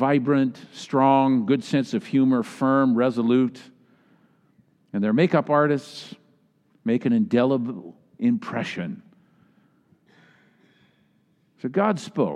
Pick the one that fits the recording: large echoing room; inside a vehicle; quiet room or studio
large echoing room